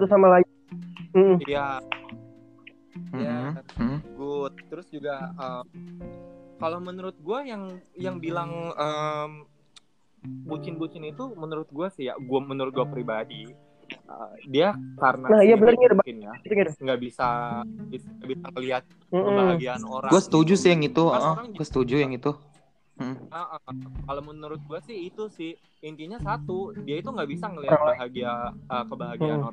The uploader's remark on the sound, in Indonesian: Sorry kali audionya kurang Clean karna kita buat dirumah masih masing selama masa Pandemic ini